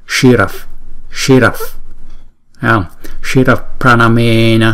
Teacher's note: Nhưng mà nếu mà đứng trong cái chữ này chúng ta đọc liên tục thì chữ kế tiếp là chữ p phở, chữ p, thì chúng ta sẽ chuyển cái visarga này thành chữ, cái âm là cái âm f